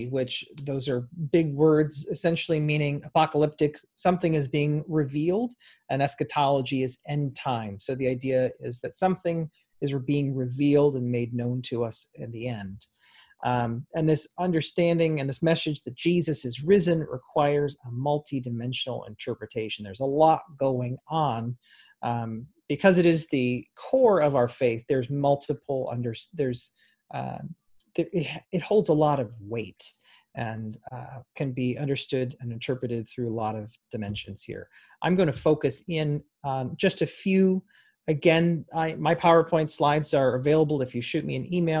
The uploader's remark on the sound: Interfaith Zoom Class. Our interfaith gatherings involving Temple Israel, Christ Presbyterian Church and Holy Trinity Lutheran Church.